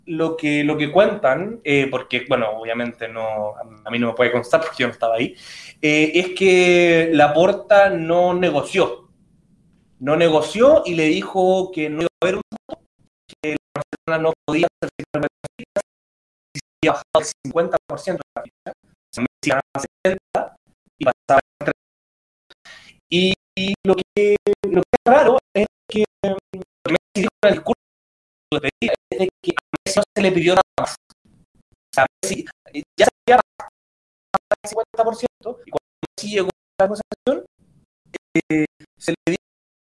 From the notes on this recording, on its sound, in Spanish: Hubo algunos problemas en el audio, disculpas de antemano